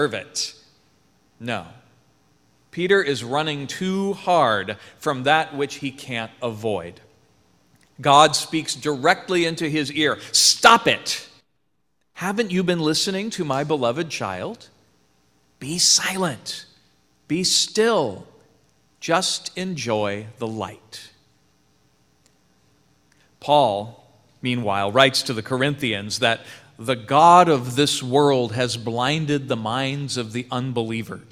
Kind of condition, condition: setting, large echoing room